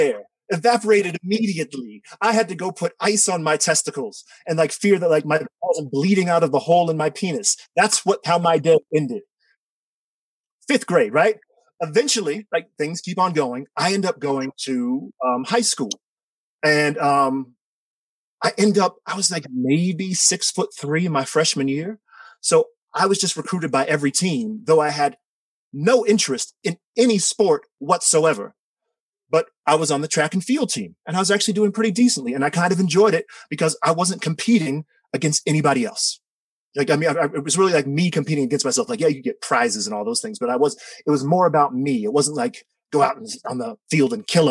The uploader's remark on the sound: Told this story live to a virtual audience on 17 March 2021.